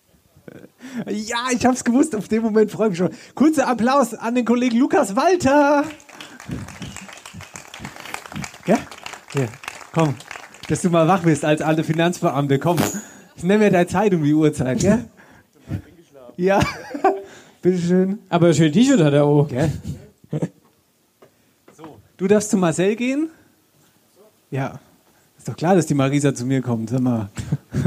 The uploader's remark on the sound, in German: Folge 25: Live in Rosbach. Live-Podcast an der Wasserburg.